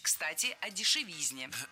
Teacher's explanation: Кстати, о дешевизне прозвучало не кстати, ведь в слове «дешевизна» ударение всегда падает на третий слог